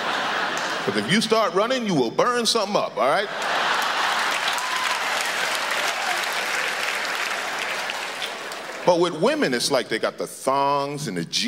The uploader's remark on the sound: Stand Up - 1999. Brings his cynical musings to the 1999 Just for Laughs Festival in Montreal.